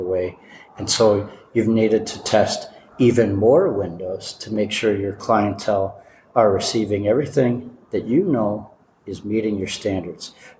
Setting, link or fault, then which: setting, busy venue